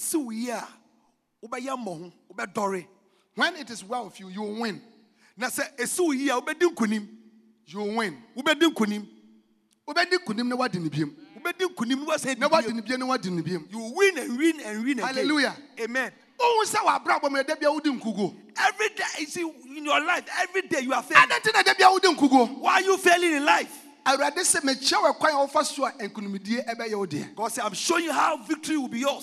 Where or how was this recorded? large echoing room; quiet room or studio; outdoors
large echoing room